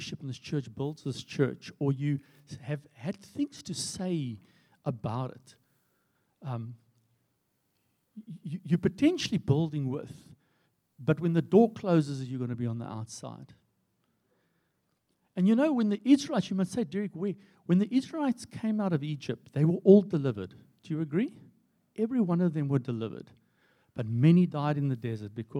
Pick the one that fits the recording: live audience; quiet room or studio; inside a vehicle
live audience